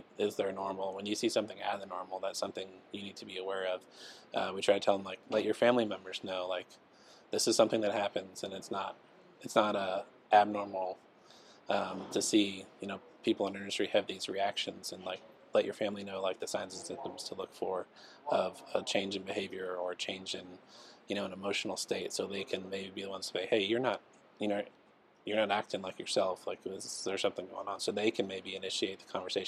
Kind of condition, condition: setting, busy venue